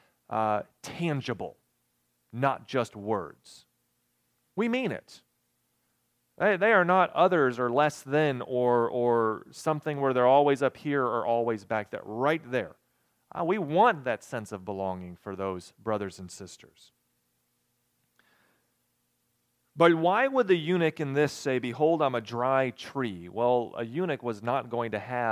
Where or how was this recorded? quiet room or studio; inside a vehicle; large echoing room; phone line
large echoing room